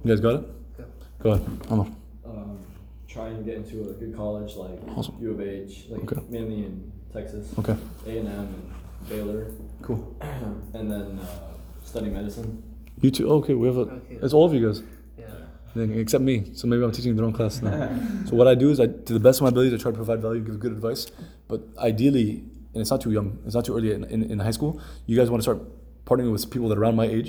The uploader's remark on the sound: This episode was taken during the first class in a summer SAT-prep course with high school students at the Multi Cultural Center in South East Houston.